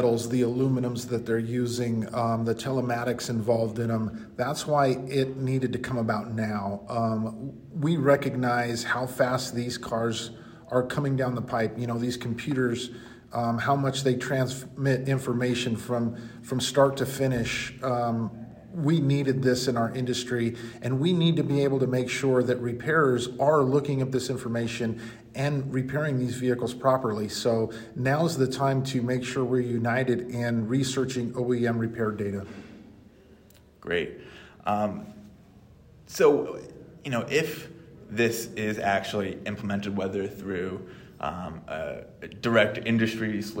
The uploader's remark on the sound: on the sidelines of the Collision Industry Conference (CIC) in Indianapolis